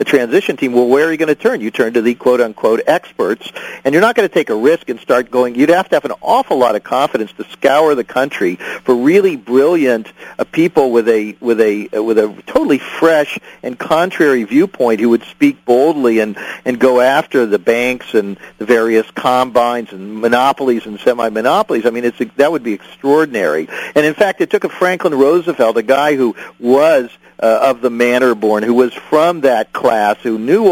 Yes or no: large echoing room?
no